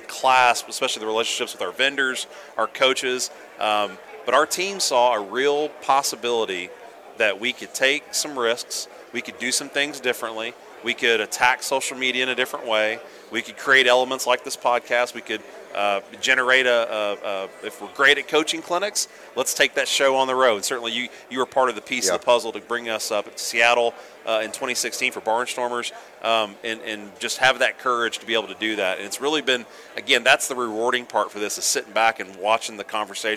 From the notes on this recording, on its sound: Live from the ABCA Convention in Dallas. Recorded from the floors of our Dallas Convention where 6,500 baseball coaches converged to bring ‘4 Days of Baseball Heaven’ to life!